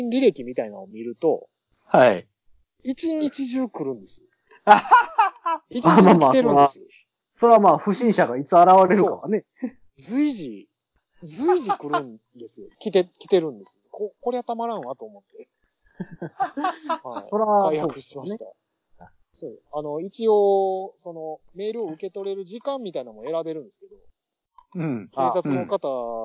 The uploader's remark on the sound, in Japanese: 今回もスカイプの収録ですが、ちょっと音質悪目でございます。